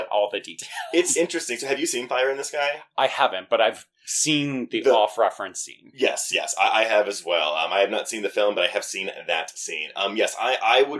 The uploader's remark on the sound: We recorded this on a travel mic while we were covering Fantastic Fest so the audio quality is not up to our usual standards.